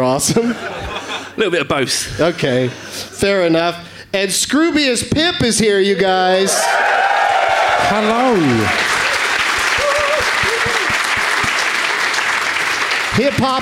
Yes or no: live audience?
yes